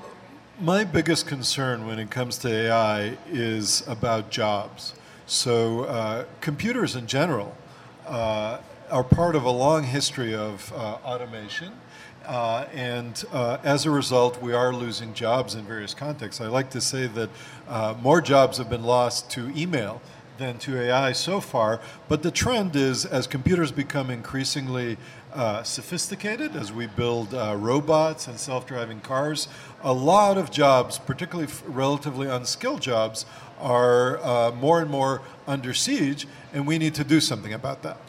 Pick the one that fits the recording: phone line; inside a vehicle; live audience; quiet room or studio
live audience